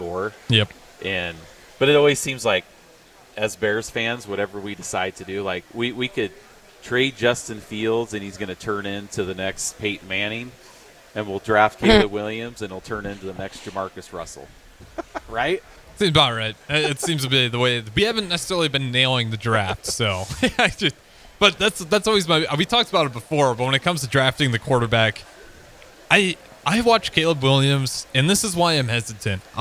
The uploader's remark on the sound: LIVE from the Home & Garden Show.